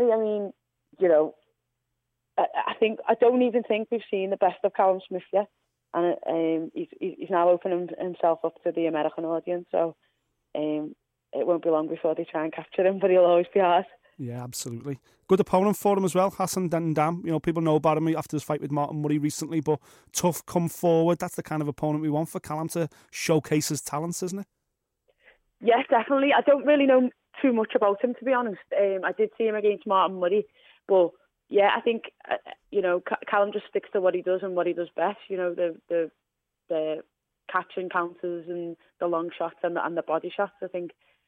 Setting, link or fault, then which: link, phone line